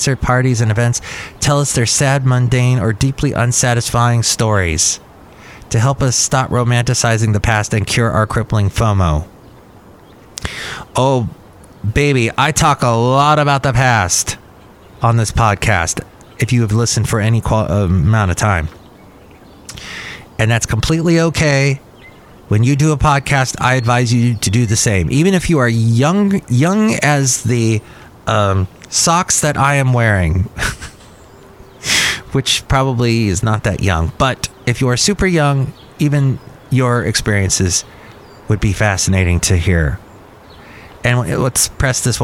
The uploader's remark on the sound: podcasts live from Cafe Anyway